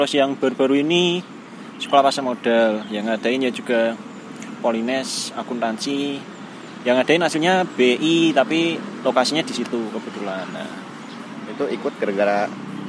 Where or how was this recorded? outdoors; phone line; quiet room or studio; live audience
outdoors